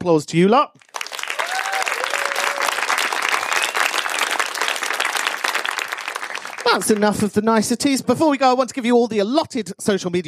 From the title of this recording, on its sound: ATT LIVE IN MANCHESTER